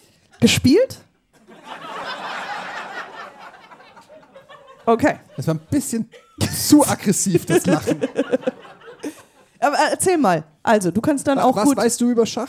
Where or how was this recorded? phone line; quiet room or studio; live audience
live audience